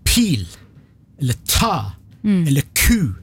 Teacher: Du må komme med noe som vi kaller for aspirasjon. Et pust som kommer etter lyden. Hvis jeg sier pil, eller ta, eller ku, så sier jeg ikke bare P-en og T-en og K-en, men jeg har et dualikt pust etterpå, sånn aspirasjonspust.